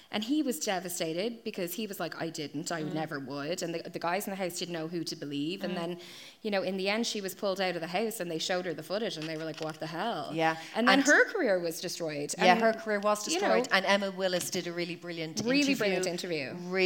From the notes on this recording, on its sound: Limerick Live Show. Unfortunately due to my recorder flatlining, there's no regular episode this week. The recording of the live show.